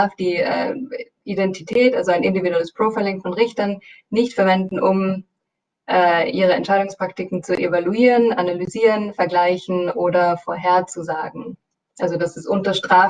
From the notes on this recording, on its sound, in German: Mitschnitt der Online-Veranstaltung von Donnerstag 6.